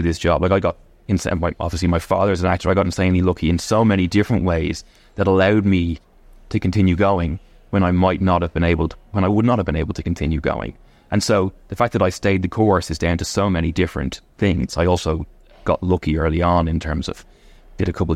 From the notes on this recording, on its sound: in Bewley’s on Grafton Street supporting Bewley’s Big Coffee Morning Social for Hospice